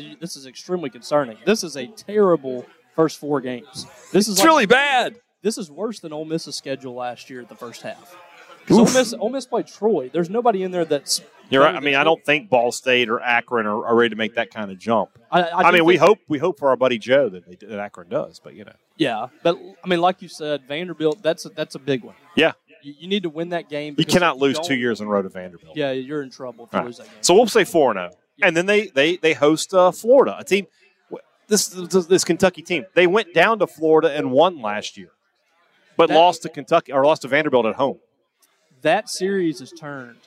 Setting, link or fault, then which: setting, busy venue